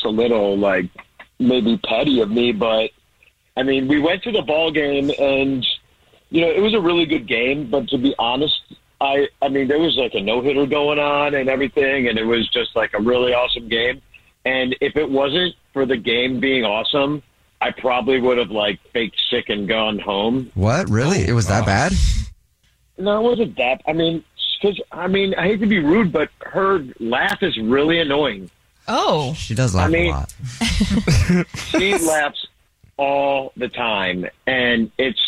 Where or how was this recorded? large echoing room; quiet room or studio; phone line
phone line